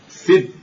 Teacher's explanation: أصلها من السدس، فأيضا قلبوا هذه الدال تاء وأدغموها فصارت ست، فالتاء مشددة الأولى منها ساكنة والثانية محركة